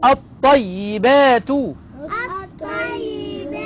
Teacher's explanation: لام شمسية، مدغمة في الطاء المفتوحة